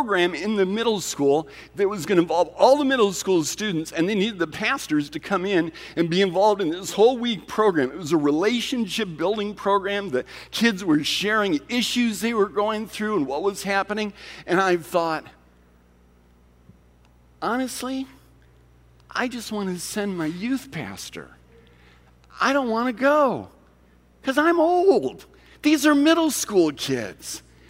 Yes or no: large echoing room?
yes